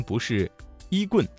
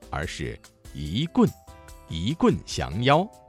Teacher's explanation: 一字在四声字前变成了二声 · Shown in: second take